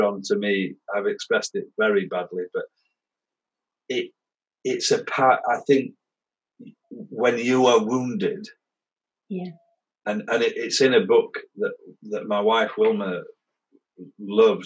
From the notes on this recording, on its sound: The conversation was recorded on Zoom so apologies for the quality.